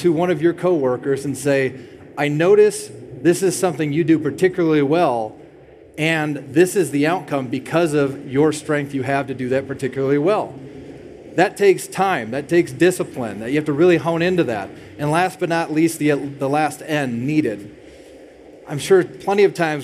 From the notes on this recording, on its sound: Live panel at the Car Wash Show ™ 2023 in Las Vegas. Live panel at the Car Wash Show ™ 2023 in Las Vegas.